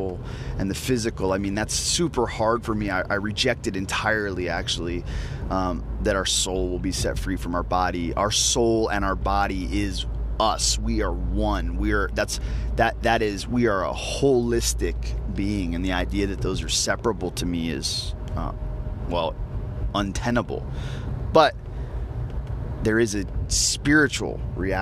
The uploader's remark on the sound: As I was driving to a friend's house this morning, I decided to record my thoughts while processing what prayer is.